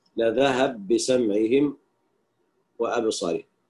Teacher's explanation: في سورة البقرة يقرأ بالإدغام الباء في الباء للتماثل